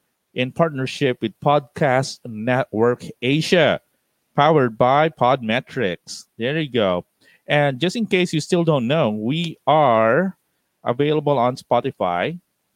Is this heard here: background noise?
no